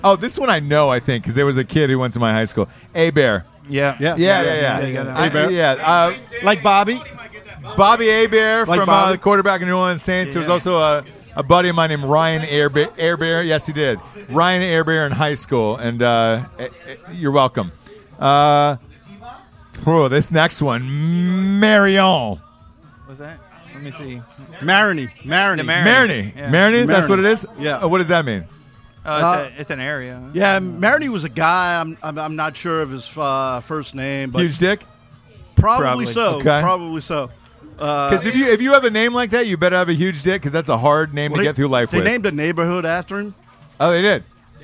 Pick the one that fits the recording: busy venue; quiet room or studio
busy venue